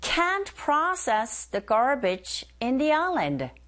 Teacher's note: Can을 T 발음을 살짝 하면서 길게 발음하시면 돼요